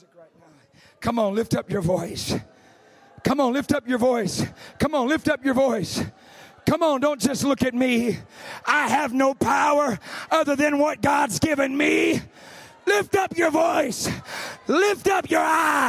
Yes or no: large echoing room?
yes